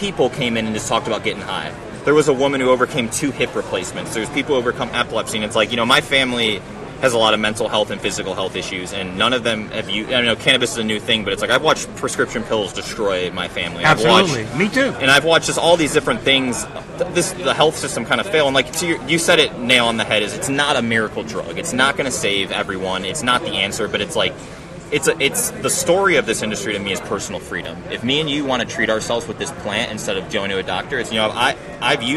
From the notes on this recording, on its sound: At the 2019 Cannabis Lab Conference in Miami Flordia on October 28th &amp; 29th. At the 2019 Cannabis Lab Conference in Miami Flordia on October 28th & 29th. The event brings together leaders from law, accounting, and business for a two-day event in sunny Miami.